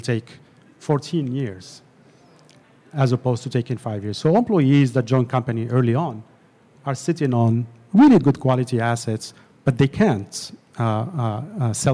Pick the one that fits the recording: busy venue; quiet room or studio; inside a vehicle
busy venue